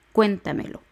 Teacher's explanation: La última es lo, la penúltima me, la antepenúltima es ta y el acento va en la e.